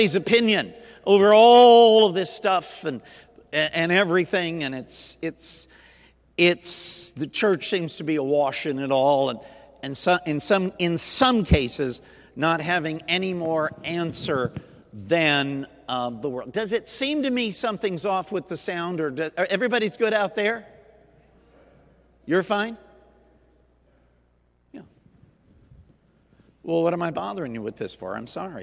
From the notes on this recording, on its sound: Recorded Sunday Night: June 26, 2021, at Southtowns Christian Center.